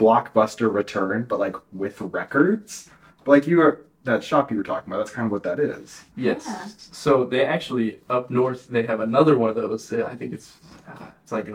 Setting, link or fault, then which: fault, poor microphone